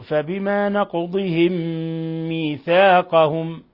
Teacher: أضغمنا الميم الأولى في الميم الثانية فصار عندنا إضغام مثلين صغير